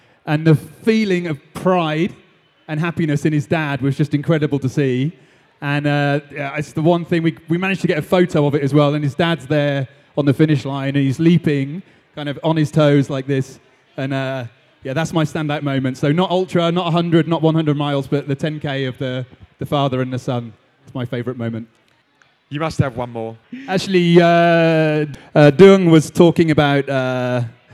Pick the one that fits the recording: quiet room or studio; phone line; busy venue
busy venue